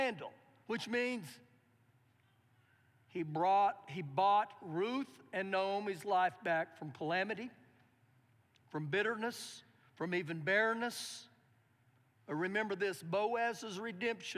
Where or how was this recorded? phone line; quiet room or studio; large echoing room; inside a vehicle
large echoing room